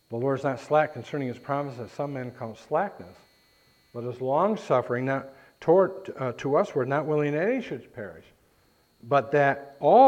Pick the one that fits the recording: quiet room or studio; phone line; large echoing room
large echoing room